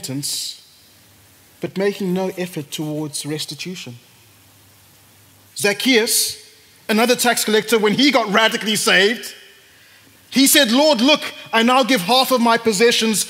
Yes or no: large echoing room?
yes